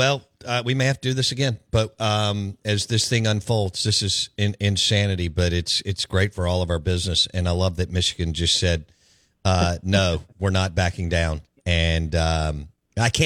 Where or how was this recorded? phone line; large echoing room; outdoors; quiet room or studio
phone line